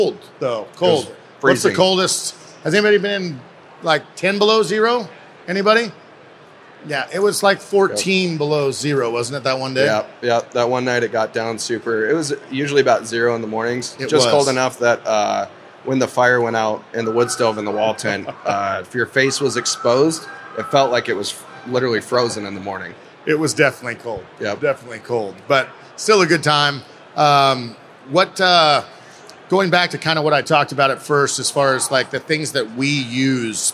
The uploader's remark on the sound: Live from the Pacific Northwest Sportsmen's show.